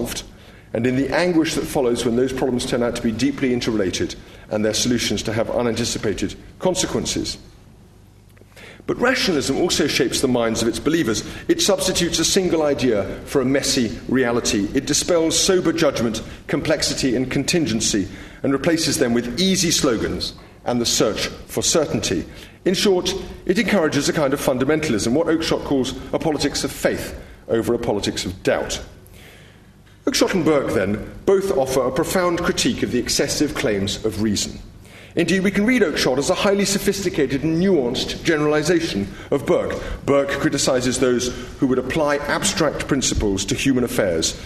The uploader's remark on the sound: LSE Lecture